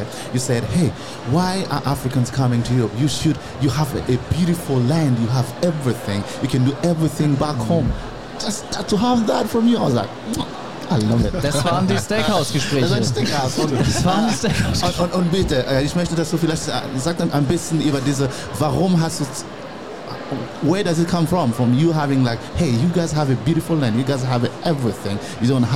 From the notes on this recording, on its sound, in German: hier live auf der MEHR Konferenz 2024 in Augsburg